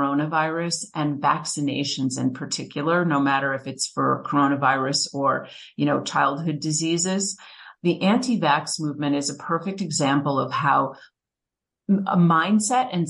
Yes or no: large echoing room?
no